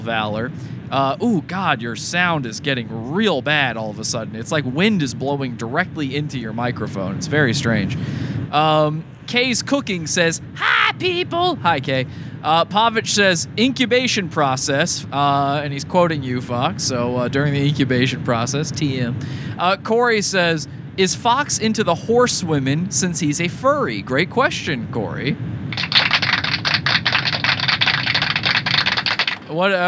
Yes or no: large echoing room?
no